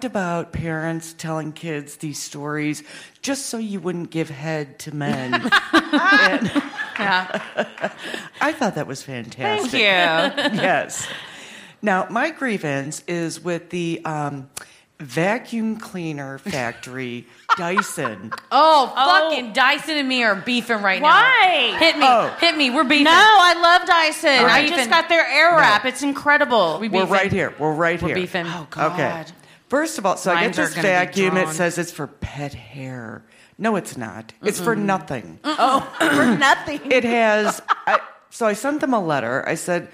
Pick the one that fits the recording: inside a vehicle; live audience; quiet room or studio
live audience